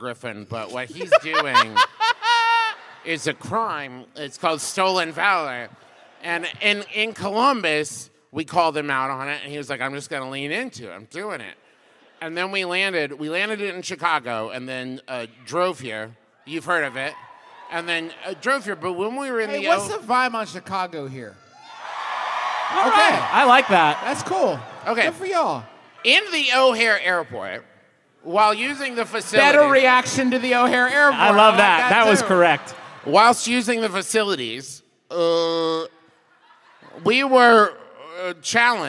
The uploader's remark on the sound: Live from the best venue in the contiguous United States in Milwaukee, WI!